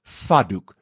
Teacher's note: later het daai T in daai D geassimileer en vandag praat ons dus van 'n vaatdoek, V-A-D-O-E-K.